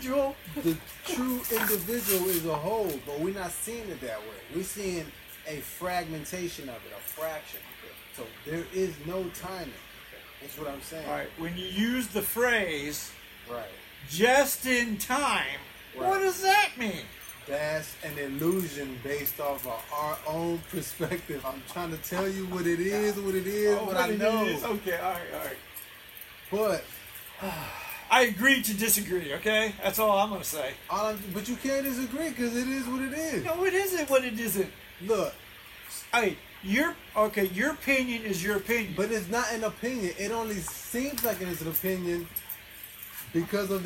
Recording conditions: poor sound quality